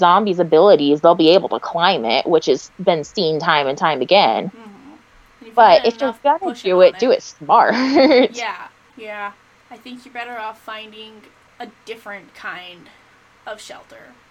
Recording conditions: poor sound quality